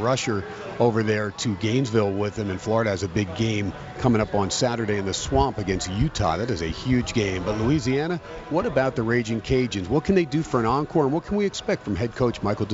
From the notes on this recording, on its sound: "Live" from Steiner's Pub in Las Vegas